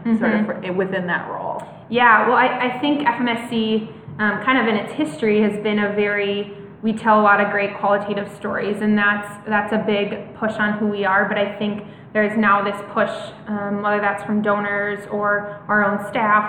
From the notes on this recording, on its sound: LIVE from the One Accord Forum in Ridgecrest, NC